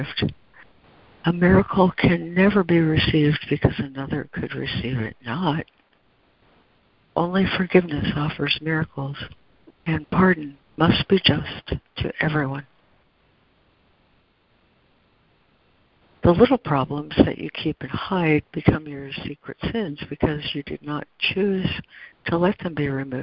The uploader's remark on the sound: ACIM Daily Conference Call.